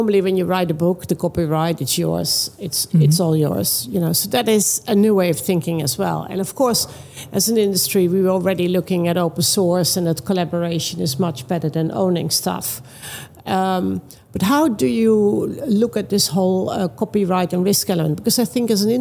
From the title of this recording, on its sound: Live from Money 20/20 Europe